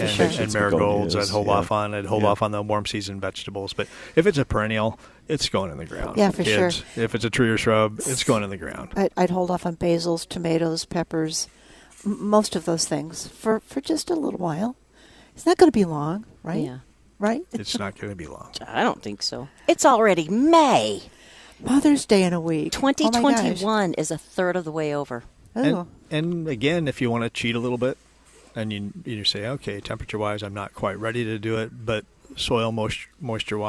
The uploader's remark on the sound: Plant Experts Live at Prairie Gardens 5-1-21